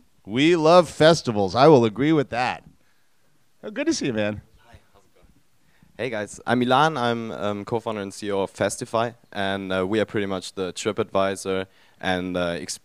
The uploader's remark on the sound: Elevator Pitch at SF MusicTech Summit XIII. All attendees were welcome to get up to the microphone and give a 1 minute pitch.